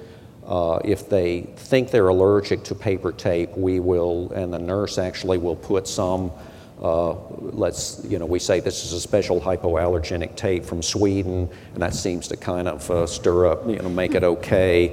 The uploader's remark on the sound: This was audio was recorded at the 2012 Summer conference in Seattle Washington